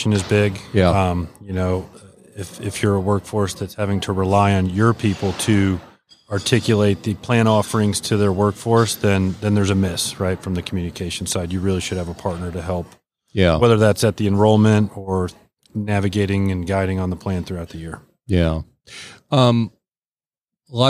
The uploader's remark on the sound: LIVE from SOAHR 2023. North Fulton Business Radio.